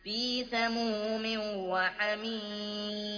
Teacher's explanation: تنوين وبعده الواو من حروف الإدغام بغنة